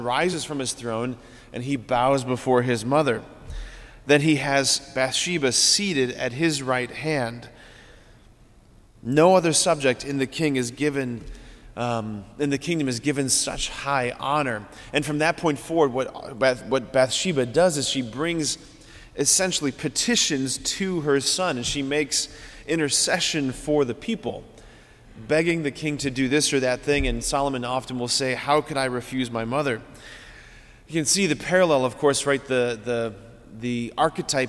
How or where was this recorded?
large echoing room